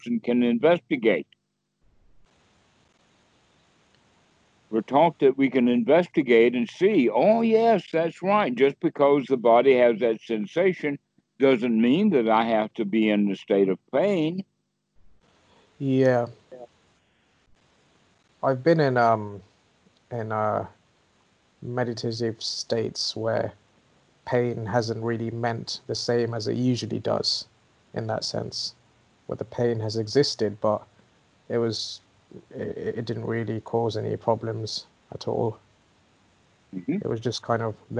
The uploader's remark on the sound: skype calls on this channel